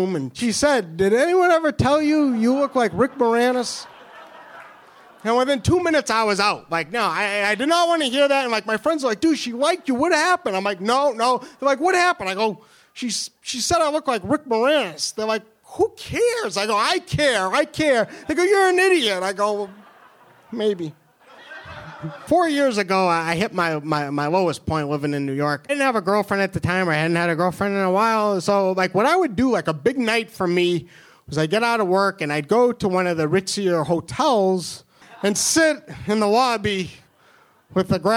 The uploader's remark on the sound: This was recorded live at the monthly 'Tales of the Cosmos' show at the UC Beast in New York City's Lower East Side.